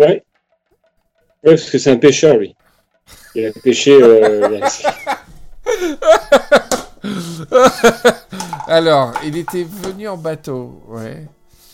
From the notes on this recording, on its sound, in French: Premier RD enregistré via skype depuis sa création.